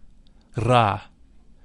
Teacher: The Fa is that of the musical scale. The Ra is a deep sound. It should be vocalized with a rolling R